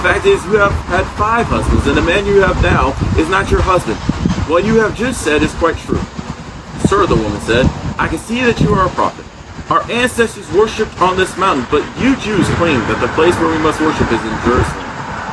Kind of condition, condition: fault, background noise